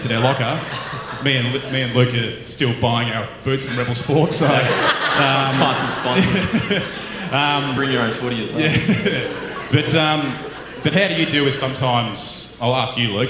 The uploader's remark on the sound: a special live event